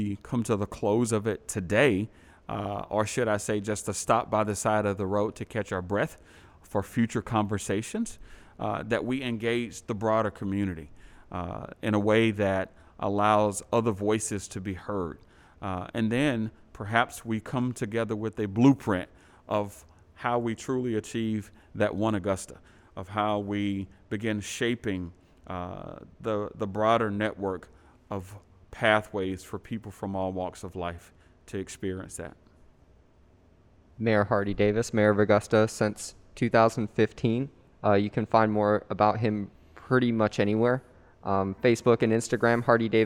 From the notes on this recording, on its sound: Live Panel. We recorded this "Live" at the River Room at TheClubhou.se.